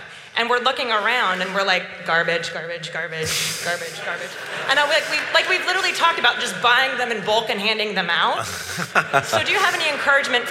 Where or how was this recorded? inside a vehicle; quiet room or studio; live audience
live audience